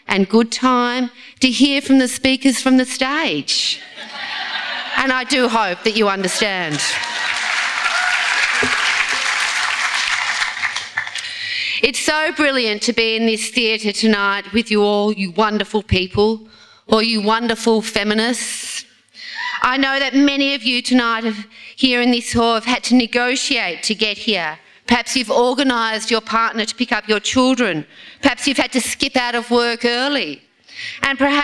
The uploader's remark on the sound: This is a live recording from our event.